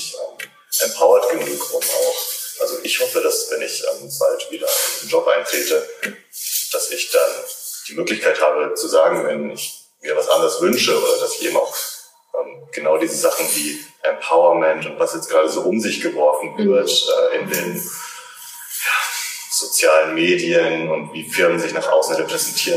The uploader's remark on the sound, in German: Leider ist diese Folge geprägt von Soundproblemen